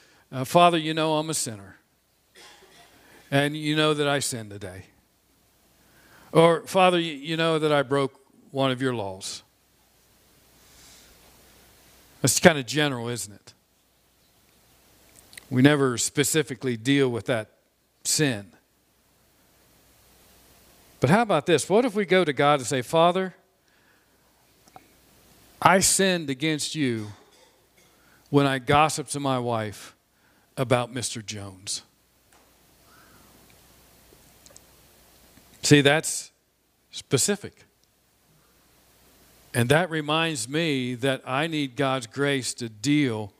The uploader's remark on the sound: This sermon was preached on Sunday, May 9, 2021 from the pulpit of Grace Community Church in Berea, KY.